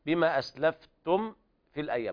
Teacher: ننبه أحباب الكرام على سكون الميم وعدم غنها لأن بعدها فاء